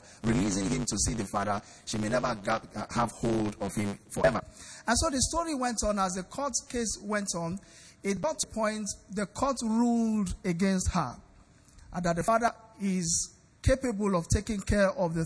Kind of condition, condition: setting, live audience